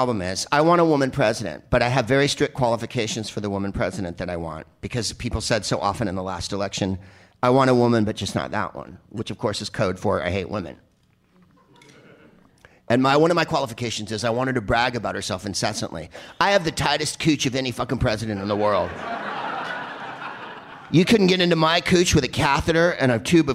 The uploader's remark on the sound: Live from Second City in Toronto as part of the Just For Laughs Festival